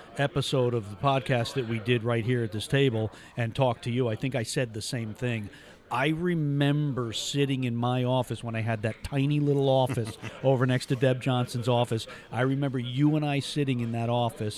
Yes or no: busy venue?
yes